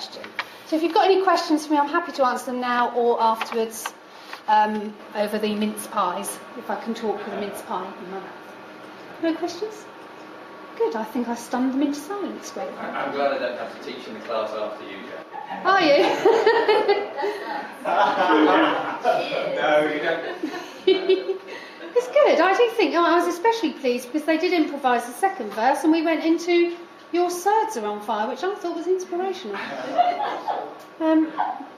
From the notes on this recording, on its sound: This recording was made during a careers event at the University of Portsmouth.